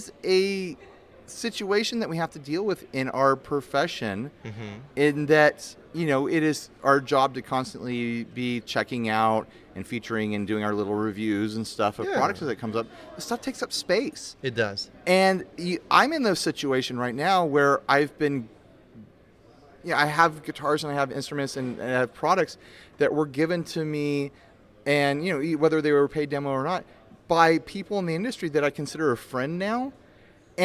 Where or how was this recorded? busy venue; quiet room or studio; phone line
busy venue